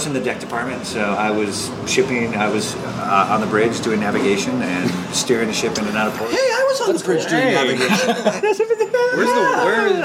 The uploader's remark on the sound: at Fantasia Billiards in Burbank.